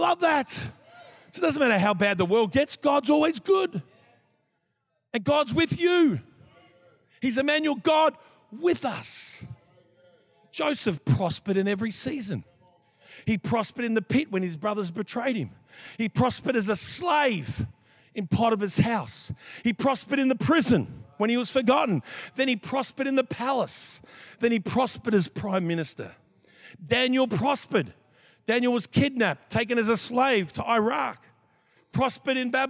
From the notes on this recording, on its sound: This was recorded in our 9am service on the 29th of January, 2023